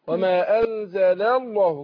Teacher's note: فلام لفظ الجلالة بنفخمها لما بيكون قبلها مفتوح. أو مضموم، وبالرقاقة لما يكون قبلها إيه مكسور.